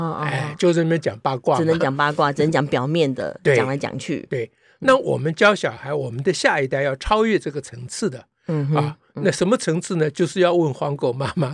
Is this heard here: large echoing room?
no